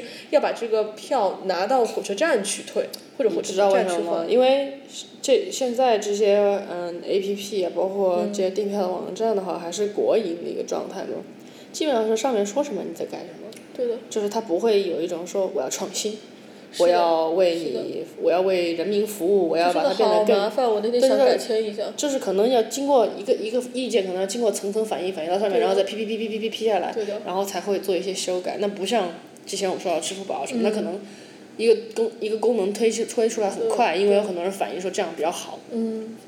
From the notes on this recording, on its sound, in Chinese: 本期节目面基录制，房间混响较大